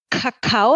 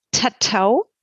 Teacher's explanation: das K wird hinten im Mundraum gebildet, Kakao, wenn man stattdessen das T einsetzt, Tatau, T wird vorne hinter den Zähnen gebildet. Man spricht also von einer Vorverlagerung.